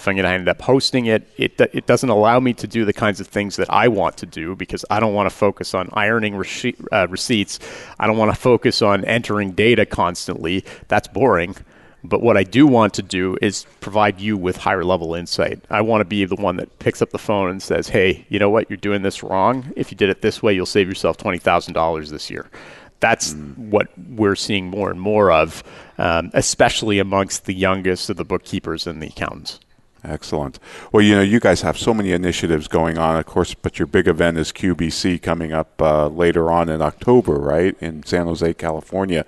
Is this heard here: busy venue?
yes